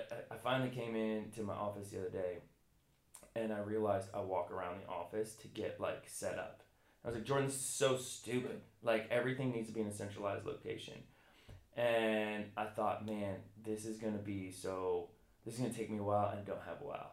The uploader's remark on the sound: We had a small mic issue for this episode and will have that corrected for next week.